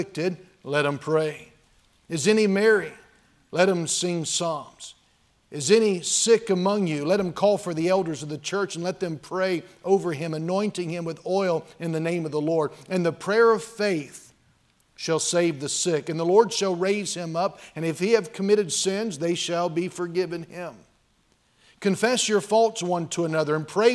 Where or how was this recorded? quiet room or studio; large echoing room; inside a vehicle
large echoing room